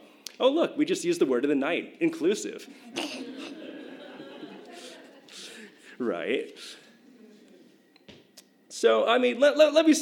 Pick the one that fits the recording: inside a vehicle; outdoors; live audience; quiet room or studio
live audience